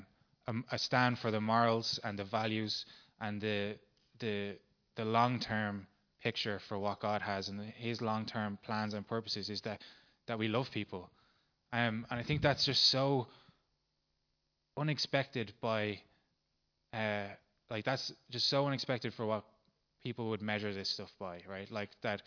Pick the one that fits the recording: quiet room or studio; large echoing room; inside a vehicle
large echoing room